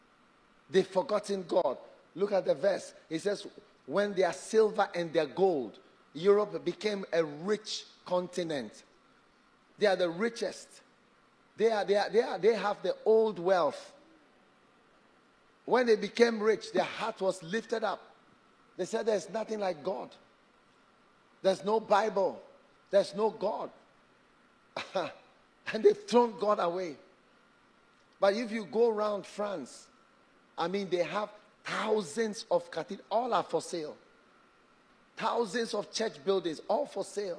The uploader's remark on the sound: Preached at Light Conference 2023, Cathedral of Praise, Manilla, Philippines